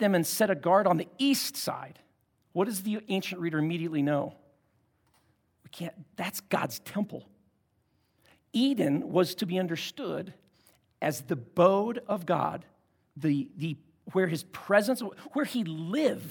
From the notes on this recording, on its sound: At Timberline Church - Audio.